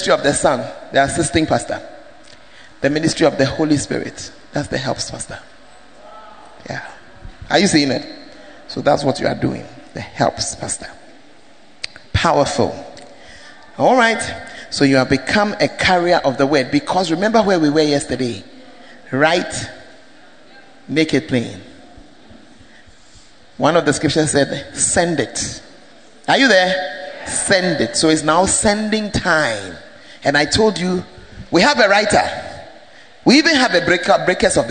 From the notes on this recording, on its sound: Preached in First Love UCC.